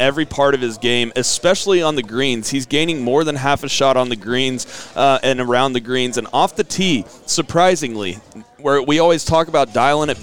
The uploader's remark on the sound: Live From Kickingbird for OGA State Junior!!